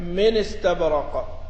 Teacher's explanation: قرأ رويس من استبرق في الرحمن خاصة بنقل حركة الهمزة، يعني ليس له نقل في هذا النوع إلا من استبرق، هي من إي ينقل الحركة تصبح النون مكسورة